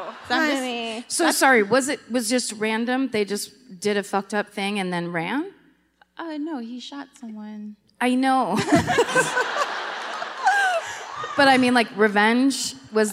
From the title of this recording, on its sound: Live at the Blaisdell Concert Hall in Honolulu